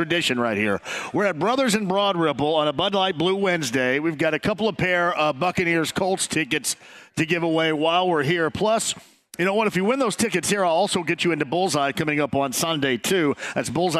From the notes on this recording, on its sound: Kicks off the show LIVE from Brothers in Broad Ripple. Opens the phone lines up and takes some calls from listeners!